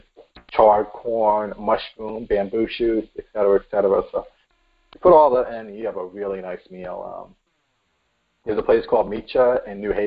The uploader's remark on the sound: We are not letting a little recording issue get in our way.